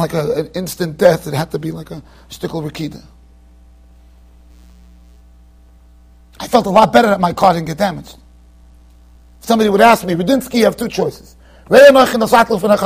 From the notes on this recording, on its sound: Shiur recorded in Yeshivas Ohr Reuven, Monsey NY.